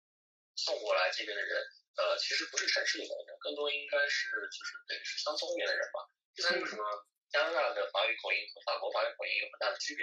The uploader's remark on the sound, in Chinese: 电话连线不可避免有杂音，见谅